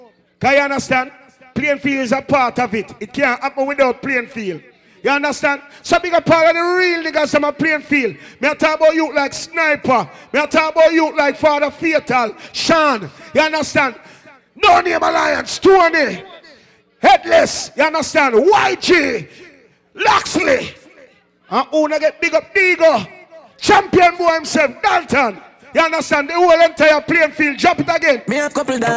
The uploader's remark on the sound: live juggling at Hugos Lounge in Plainfield NJ